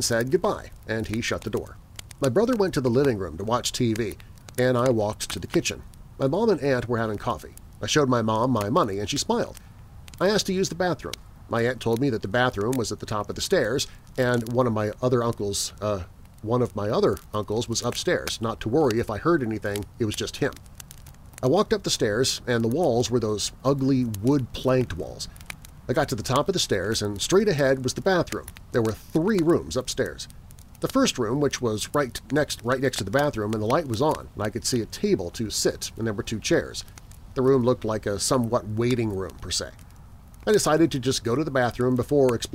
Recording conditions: outdoors